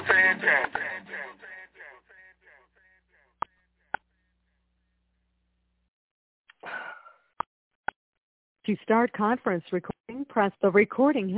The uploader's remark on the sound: TNTSuperfantastic Conference Call - April 11, 2022